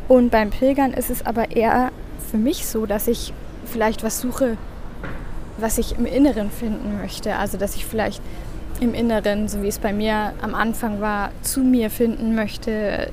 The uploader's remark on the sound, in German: Aufgenommen am Flughafen in Istanbul.